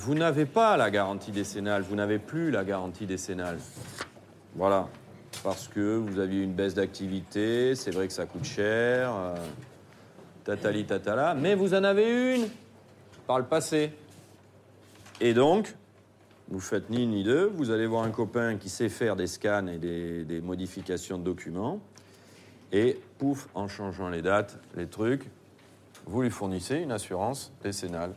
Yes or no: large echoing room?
yes